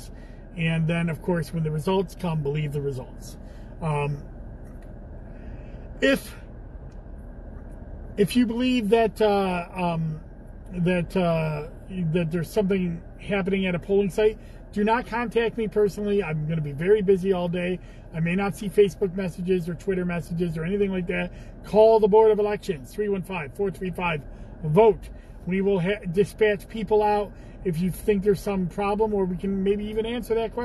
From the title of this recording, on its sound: Commissioner in a Car